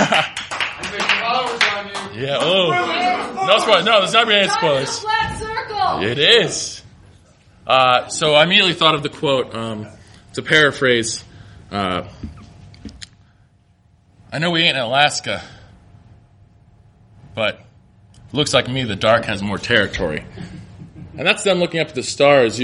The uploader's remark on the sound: This one comes from the 2014 Chicago Nerd Comedy Fest and holds the distinction of the latest ever we recorded this show.